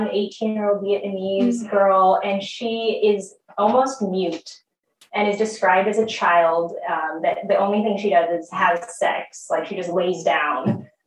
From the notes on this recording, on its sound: Despite some technical difficulties, this golden conversation was a triumphant return to our beloved and well-missed in-store events programming